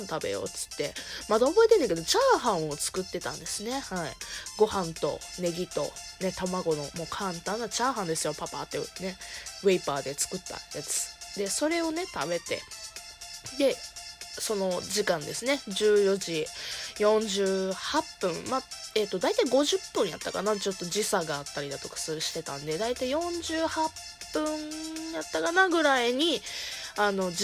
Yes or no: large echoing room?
no